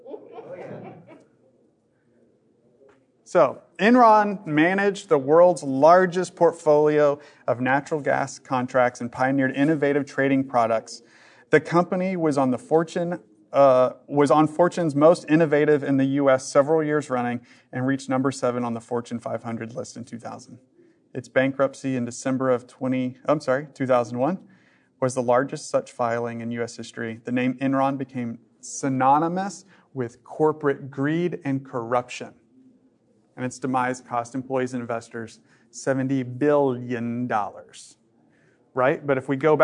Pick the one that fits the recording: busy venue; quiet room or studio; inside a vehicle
busy venue